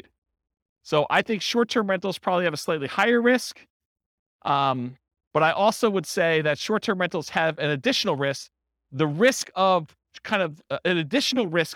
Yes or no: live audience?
yes